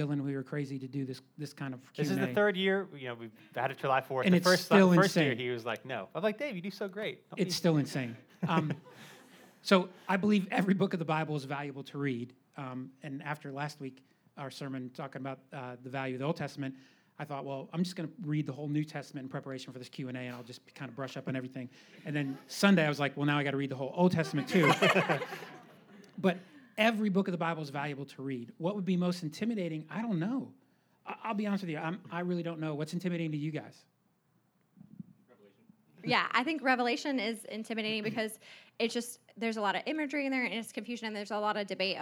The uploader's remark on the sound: Live Q & A Sunday: 1st Service.